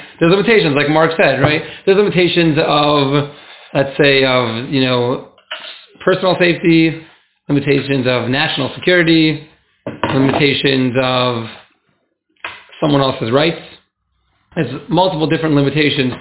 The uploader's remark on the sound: class recording